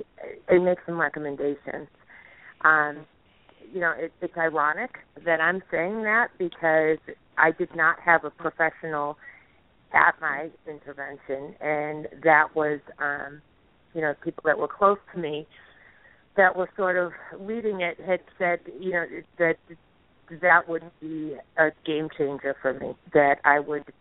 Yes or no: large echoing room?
no